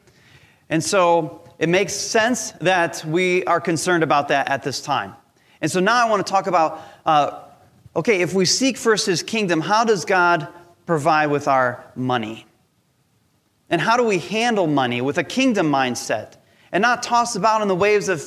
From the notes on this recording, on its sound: Recorded from our Sunday Service Live Stream.